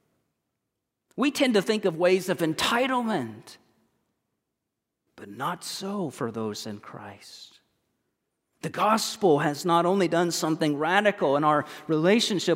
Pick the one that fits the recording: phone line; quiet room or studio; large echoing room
large echoing room